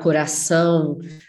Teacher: el final son, es muy nasal